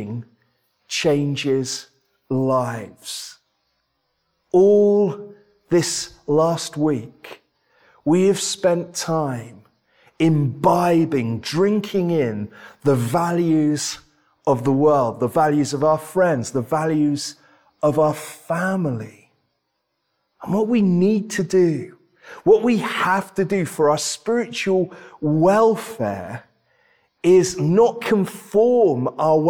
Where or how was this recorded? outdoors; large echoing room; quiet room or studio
large echoing room